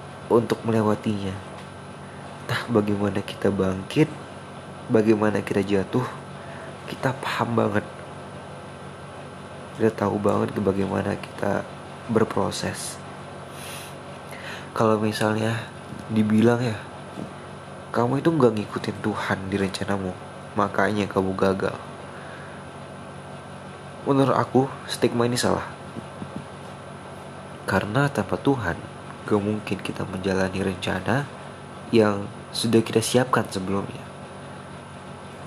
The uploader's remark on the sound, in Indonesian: maaf kalo episode kali ini terlalu bising dengan kendaraan